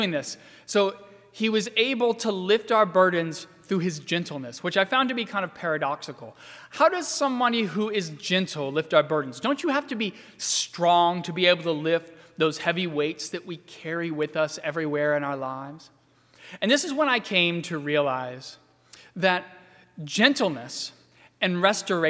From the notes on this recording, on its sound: during the 10:30 AM service on Sunday March 29, 2020, at First Presbyterian Church of Arlington Heights, Illinois.